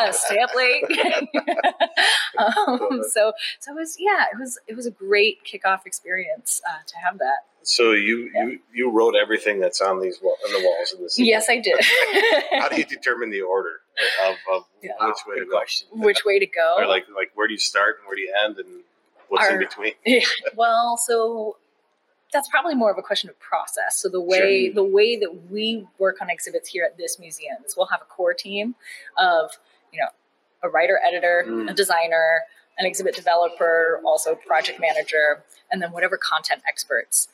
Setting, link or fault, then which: setting, busy venue